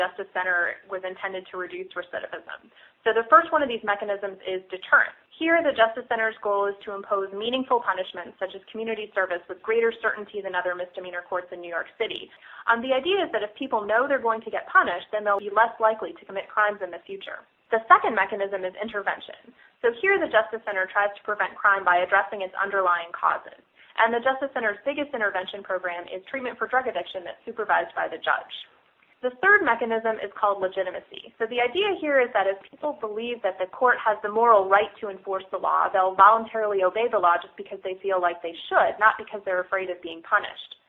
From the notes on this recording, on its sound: On the phone with me today